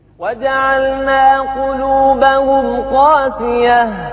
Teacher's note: الباقون يقرؤونها بمد بالمد حرف المد اللي هو الألف مع تخفيف الياء